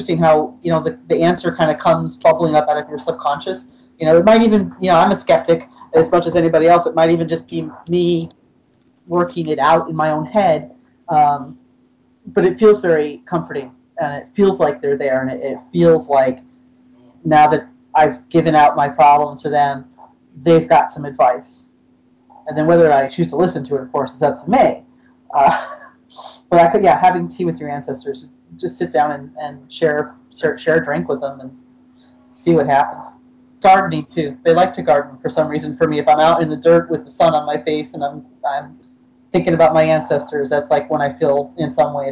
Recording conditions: video call